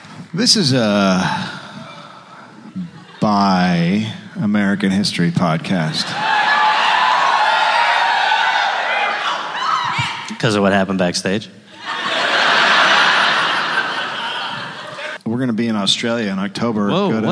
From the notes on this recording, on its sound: recorded live in Minneapolis